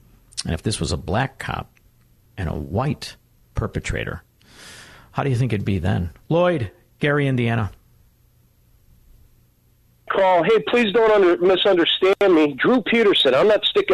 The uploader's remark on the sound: opens the phone lines so listeners can have their say